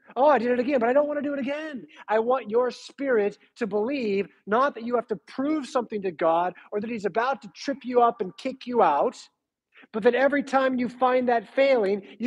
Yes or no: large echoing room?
yes